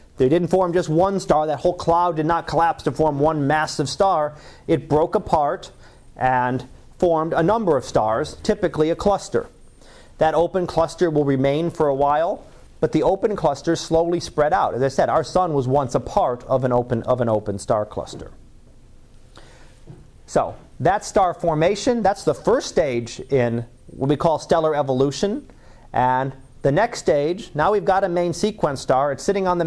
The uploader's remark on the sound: Live Class Lecture